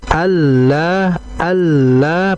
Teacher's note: lam di situ bertasydid maka sedikit dihentak dan juga ditahan · Term: lam bertasydid